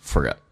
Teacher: for 跟 a 说成 for，有一个连音，用字母的 r 跟 a 形成连音变成 for